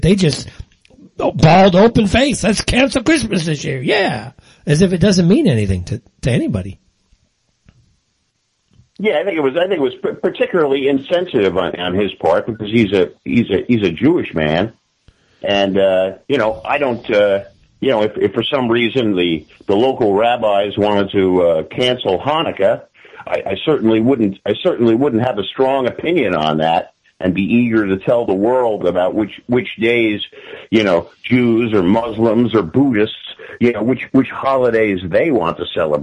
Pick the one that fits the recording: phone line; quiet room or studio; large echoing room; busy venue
phone line